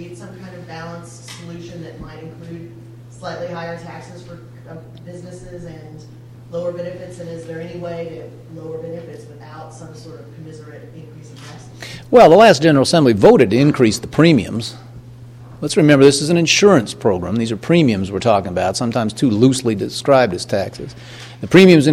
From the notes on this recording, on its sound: address to more than 150 Chinese business leaders in Shanghai, during the Indiana Business Conference